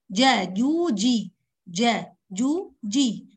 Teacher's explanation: اغلق المخرج اغلاق كامل، يعني احبس لساني مع قبة الحنك اغلق تماما · Term: مخرج الجيم